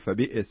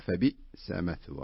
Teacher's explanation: بدون قلقلة طبعا، ما تقول فبئس، لا خلاها فبئس مثوى · Shown in: second take